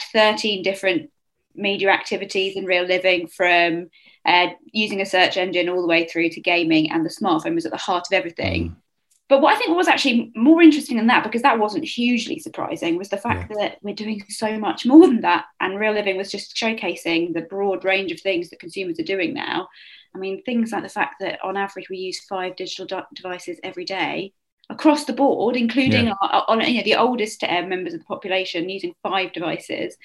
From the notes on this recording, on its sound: Recorded at our '2021 Wrapped' webinar earlier in the week.